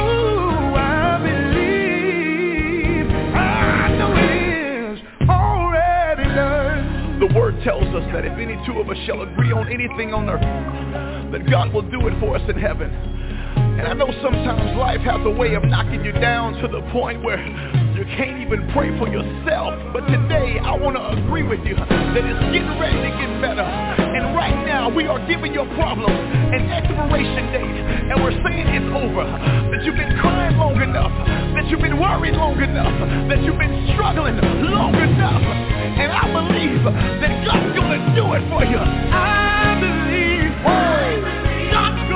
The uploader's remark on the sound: TNTSuperfantastic Conference Call